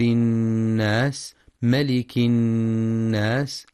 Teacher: وينتبه القارئ للغنة في النون المشددة من كلمة الناس فهي أكمل ما تكون، مع بيان صفة الهمس والصفير في السين.